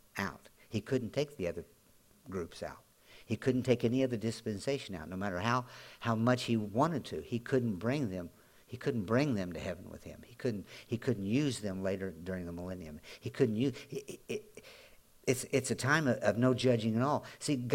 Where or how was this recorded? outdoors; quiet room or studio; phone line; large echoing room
large echoing room